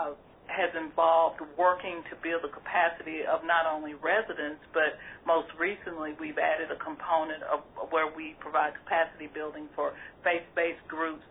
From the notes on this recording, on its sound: On this CommunityMatters® conference call